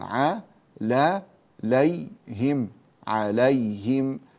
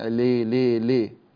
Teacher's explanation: نكسر الهاء ونفتح اللام جيدا · Shown in: first take